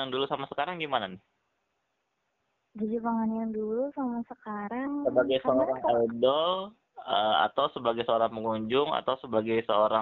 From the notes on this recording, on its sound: By phone ditengah wabah Covid 19.